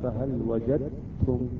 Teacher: الدال تحذف بالكامل والتاء تصبح مشددة · Term: إدغام متجانس